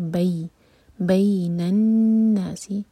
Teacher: بی مدلین اس کو بے نہیں کہنا